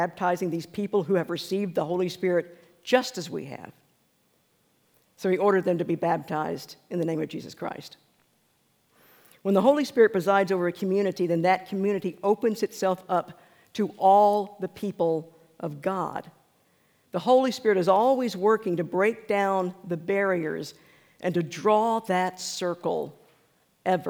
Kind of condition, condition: setting, large echoing room